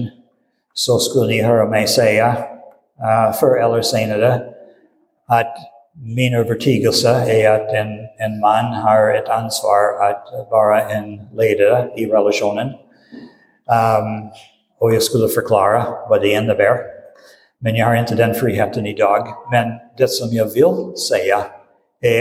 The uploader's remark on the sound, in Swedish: Inspelad i Roseniuskyrkan den 19 februari 2023.